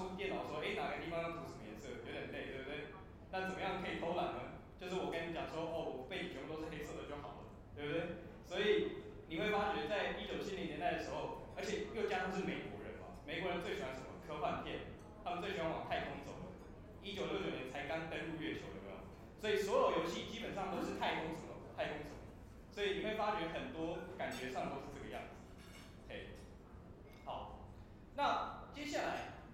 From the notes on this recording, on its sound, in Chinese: 應台北千禧扶輪社邀請演講。做媽的我親自錄音下來分享給大家。